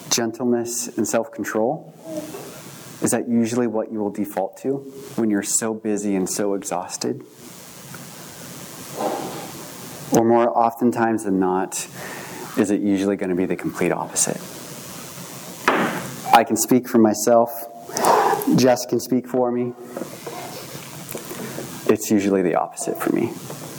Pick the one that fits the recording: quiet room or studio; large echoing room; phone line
large echoing room